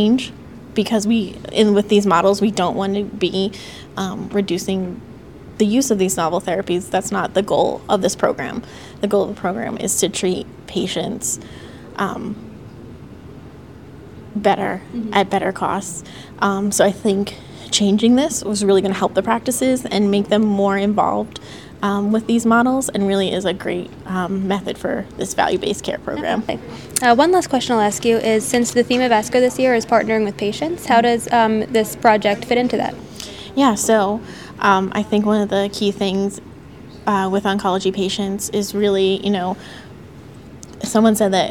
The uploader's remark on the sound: Listen in to this podcast recorded live at the American Society of Clinical Oncology (ASCO) Annual Meeting.